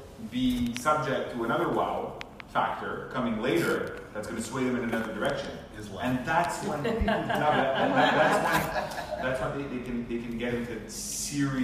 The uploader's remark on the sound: Recorded Live at Rohr Chabad NDG on February 21, 2019.